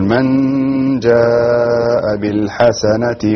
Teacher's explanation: من جاء، هنا النون ساكنة، أتى بعدها حرف الجيم، والجيم من حروف الإخفاء